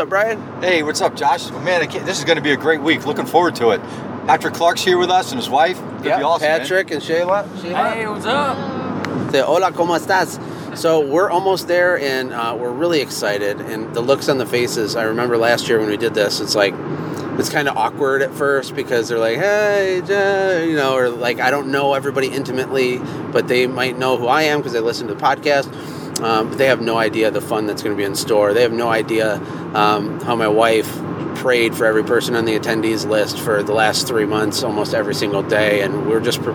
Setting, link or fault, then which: setting, busy venue